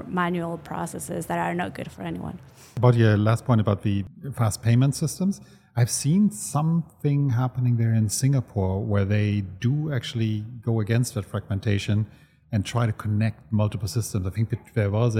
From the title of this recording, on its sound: RegTalks LIVE at Money 20/20 Europe